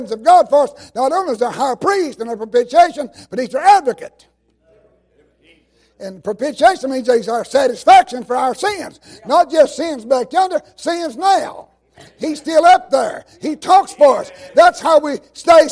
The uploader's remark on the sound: While he was in revival service at Calvary Baptist Church of Kingston, Tennessee.